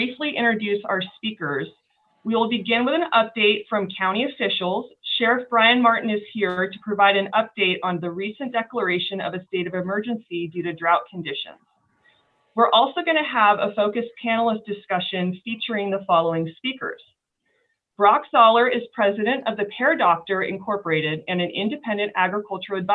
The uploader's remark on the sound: Audio from a webinar presented on May 13, 2021